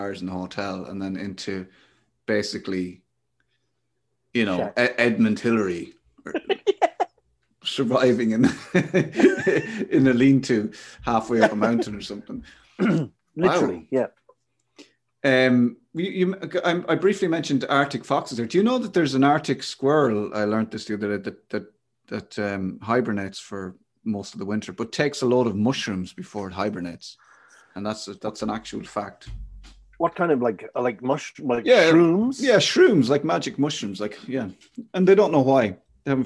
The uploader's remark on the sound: hooked up on Zoom to chat